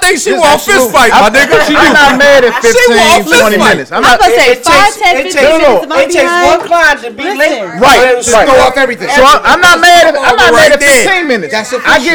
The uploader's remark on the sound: On location live from Kevin's Barbershop.